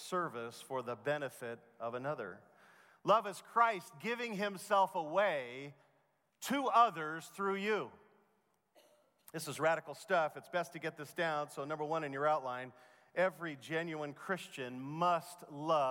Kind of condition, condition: setting, live audience